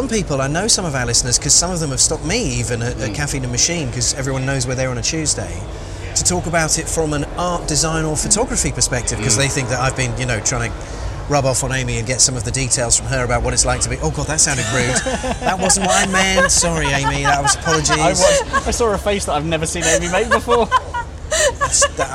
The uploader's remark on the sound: Come to you from the hustle, bustle and magic of The Goodwood Revival Meeting in Chichester as guests of The Auctioneers, Bonhams. On the morning of the first day of the three-day event. Sit in the auction surrounded by a collection of spectacular cars. In the Bonhams Marquee.